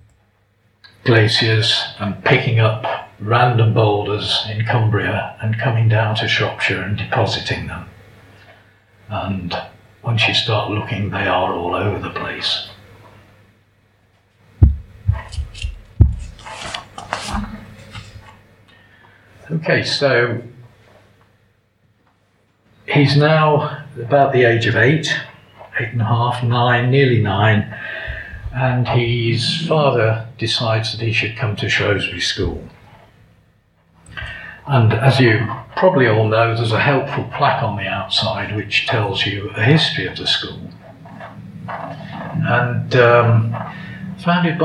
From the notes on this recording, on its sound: Darwin Festival 2022. Recorded in the Hobbs Room at Shrewsbury Library. Despite the poor audio this lecture is at least audible.